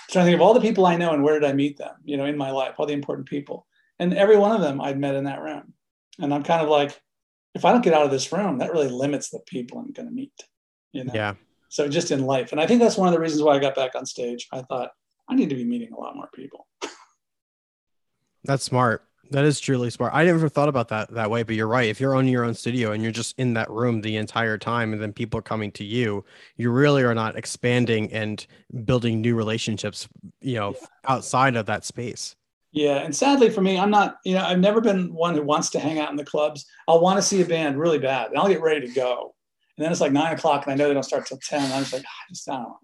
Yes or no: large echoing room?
no